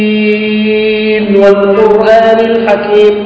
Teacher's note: ياسين والقرآن الحكيم، اظهر النون خلافا للقاعدة